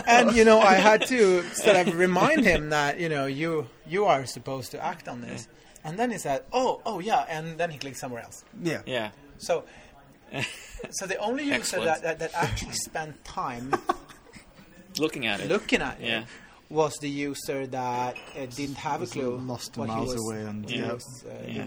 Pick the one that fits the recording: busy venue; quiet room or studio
busy venue